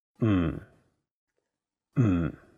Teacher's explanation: The first character is in a very low tone, fourth tone. It sounds a bit like when someone is thinking about a plan and they say, hmm.